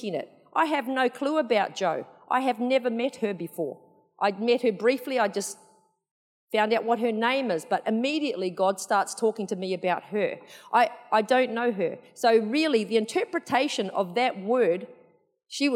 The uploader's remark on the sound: Recorded in the 9am service on Sunday, 2nd October 2022